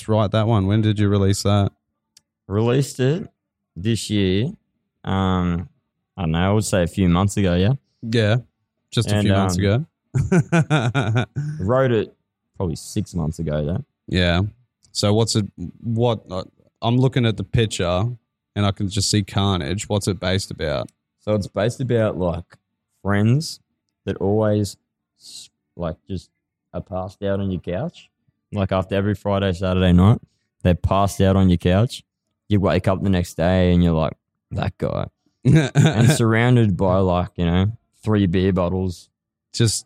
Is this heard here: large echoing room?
no